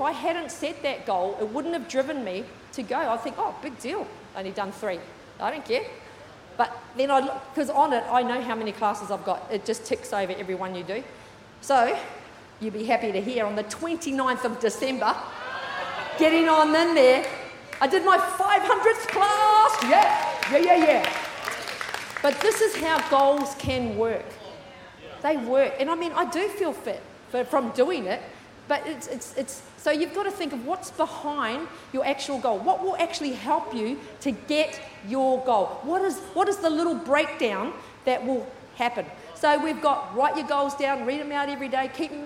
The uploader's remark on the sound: With services streamed live at 9am AEST. Recorded during our 9am service on Sunday, the 28th of January 2024.